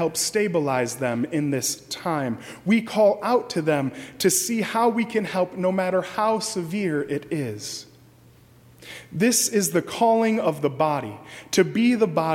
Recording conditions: large echoing room